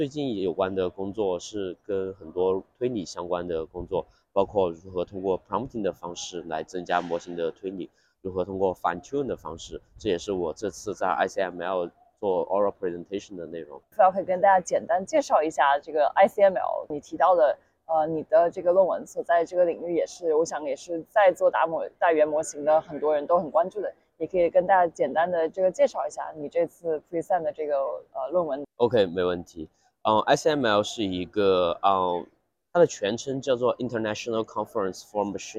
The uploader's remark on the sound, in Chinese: 是在ICML 2023 International Conference on Machine Learning, 国际机器学习大会 的现场录制的。这次在室外录制，嘉宾还在生病，不免有些杂音。